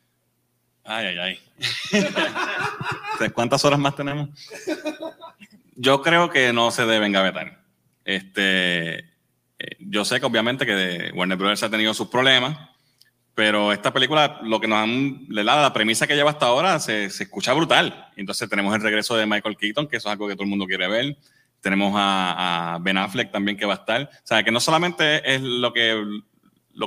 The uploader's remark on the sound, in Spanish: Grabación ¡EN VIVO! De nuestro panel en el Puerto Rico Comic Con 2022.